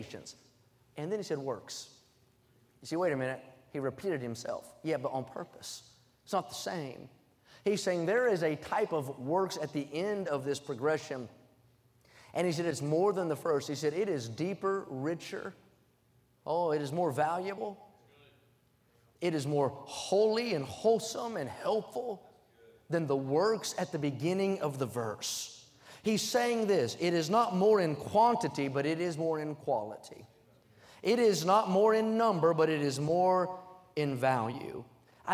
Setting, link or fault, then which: setting, large echoing room